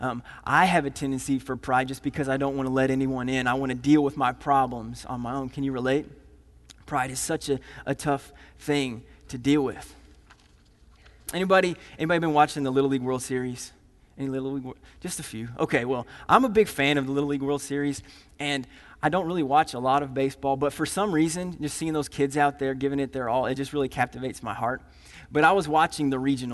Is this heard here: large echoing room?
yes